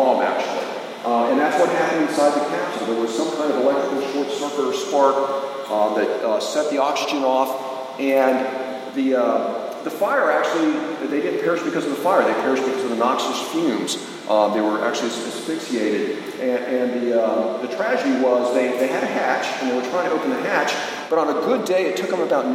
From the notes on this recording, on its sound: A recording from August 7th 2013 at the Alachua County Library Headquarters branch in Gainesville, FL. My apologies for the moments you miss here with this audio only recording. Unfortunately the acoustics of the conference room we were in, made that audio (on my recording) difficult to understand.